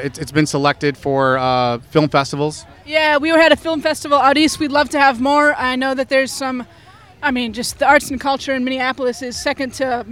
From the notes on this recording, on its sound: On-location at the 2018 Twin Cities Pride Festival